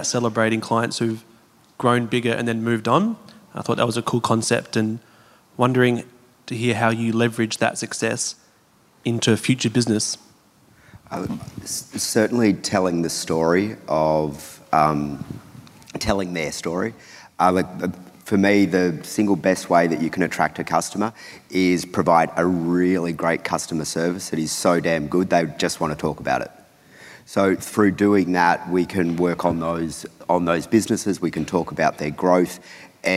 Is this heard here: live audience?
yes